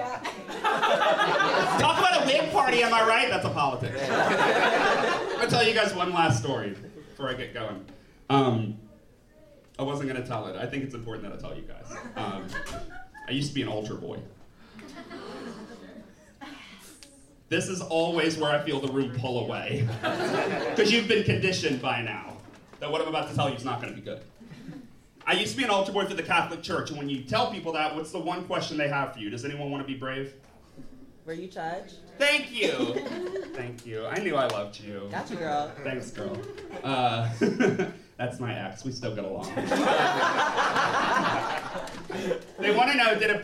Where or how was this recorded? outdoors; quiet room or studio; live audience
live audience